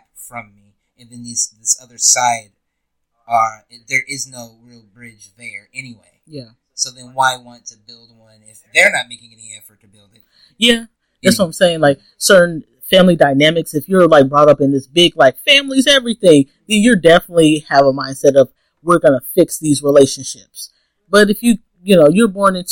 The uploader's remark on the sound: Apologies for the small audio issues, only can do so much with the two mics we had, but we're workin!